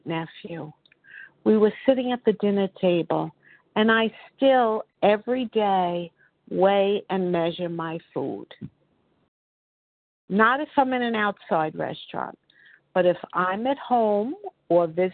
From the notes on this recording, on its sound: 100 Pounders Phone Meeting